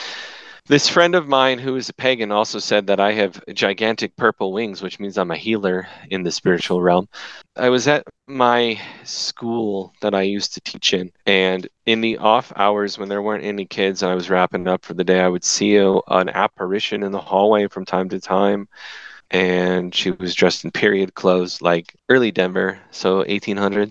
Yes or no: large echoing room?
no